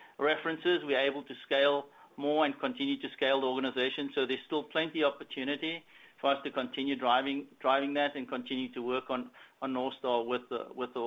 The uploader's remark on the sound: Earnings Conference Call.